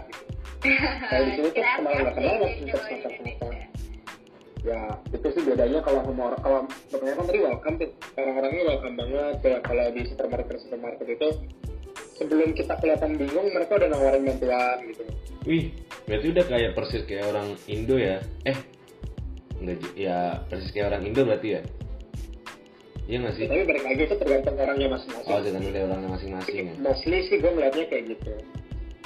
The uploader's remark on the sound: Episode ini direkam saat pandemic COVID-19 sedang menyebar dimana-mana sehingga rekaman ini direkam dengan cara Record from Home. We are so sorry for the sound & voice quality which is not our best at the moment.